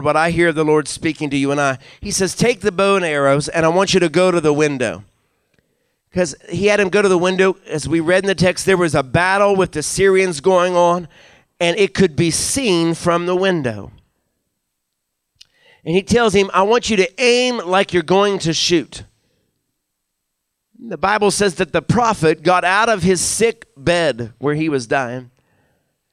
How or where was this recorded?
large echoing room